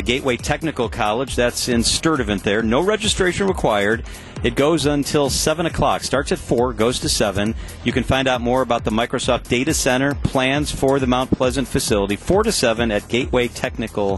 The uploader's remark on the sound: We begin our live broadcasts from Summerfest 2023.